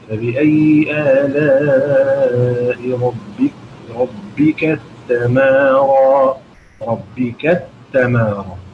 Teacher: أدغم التاء المفتوحة في التاء بعدها في كلمة تتمارى